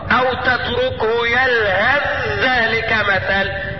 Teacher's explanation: يتعين إدغام الثاء من يلهث في الذال من ذلك